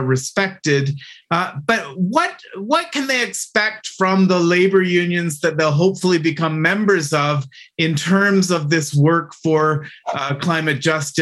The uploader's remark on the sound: GBC's fully digital Labour Fair. A Zoom keynote lecture.